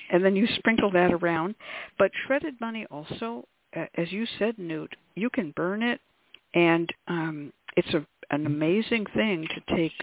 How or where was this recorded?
phone line